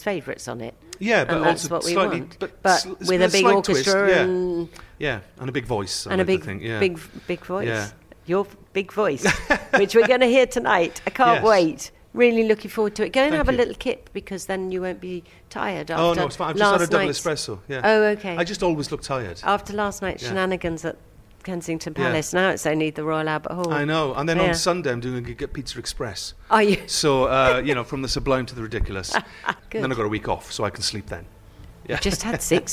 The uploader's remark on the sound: Backstage at the Magic At The Musicals.